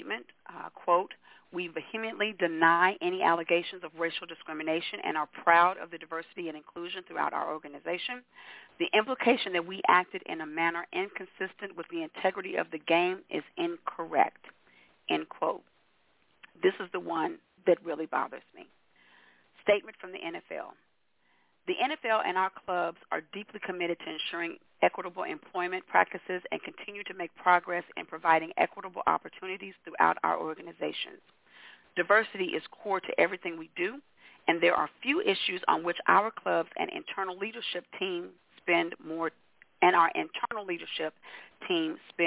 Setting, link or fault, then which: link, phone line